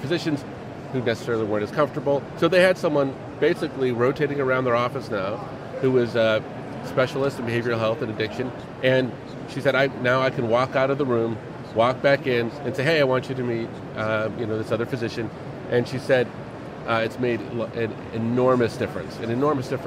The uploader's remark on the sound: LIVE from #HiMSS17